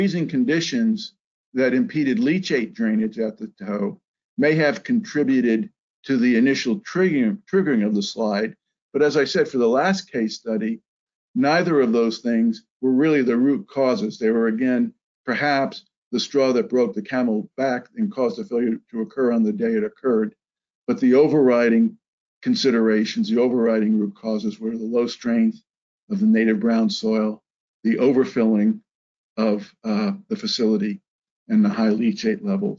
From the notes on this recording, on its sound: This is an audio version of the FGI webinar.